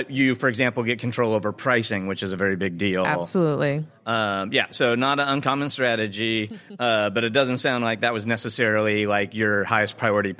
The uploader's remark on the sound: Live from the eTail East trade show in Boston, MA. Live from the eTail East trade show in Boston, MA.